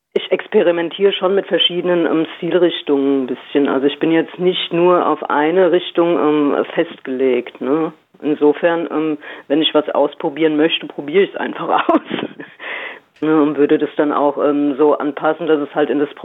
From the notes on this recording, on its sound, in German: Die GIGparade ist das Live-Konzert Magazin von Radio Darmstadt für die regionale Musik- und Kultur-Szene Darmstadts. Werden die Musiker und Künstler per Telefon direkt in die Sendung zum (Live-)Interview hinzu geschaltet.